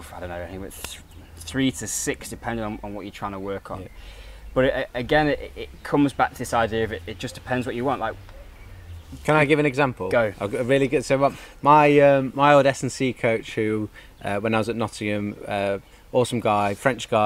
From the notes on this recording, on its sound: LIVE from the school of Calisthenics garden